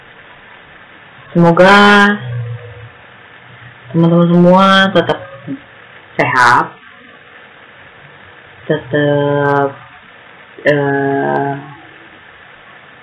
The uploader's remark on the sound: Sorry for noisy recording and also use your earphone for better sound.